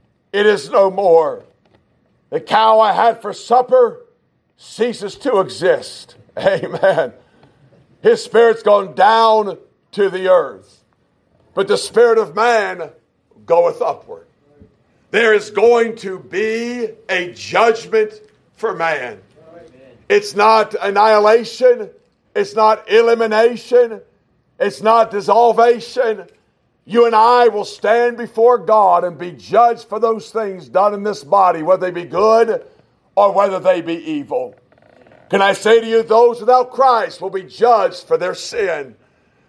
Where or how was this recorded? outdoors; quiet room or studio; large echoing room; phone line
large echoing room